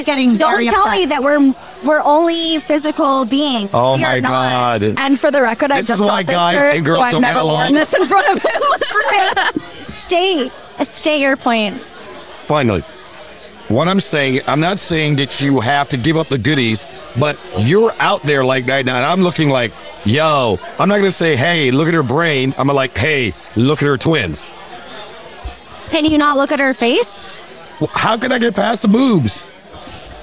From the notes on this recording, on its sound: Recorded at American Social Las Olas